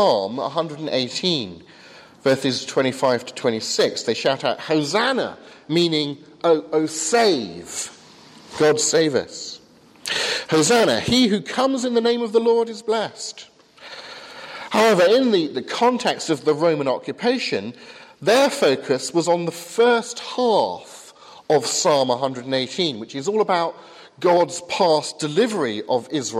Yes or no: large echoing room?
yes